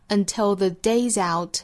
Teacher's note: 就是 day 后面的 s 应该读浊音